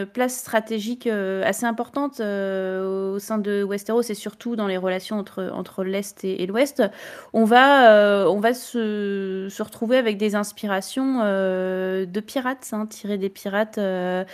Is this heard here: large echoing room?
no